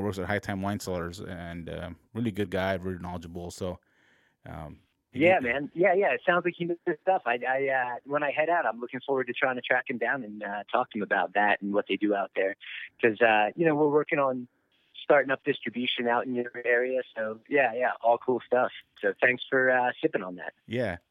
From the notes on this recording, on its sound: Our first ever over the phone podcast. From Buena Vista Co.